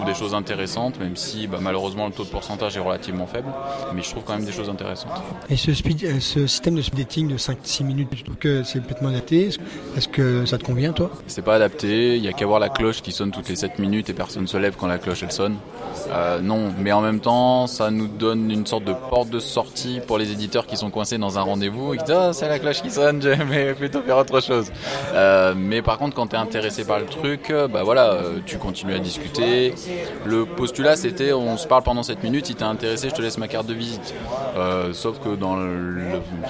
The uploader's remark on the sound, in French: Interviews réalisées au festival international des jeux de Cannes édition 2017 par Ludovox.